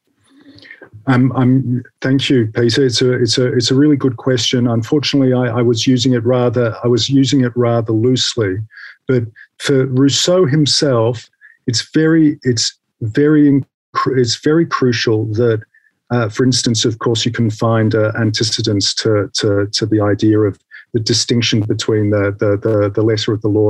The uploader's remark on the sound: The seminar took place over Zoom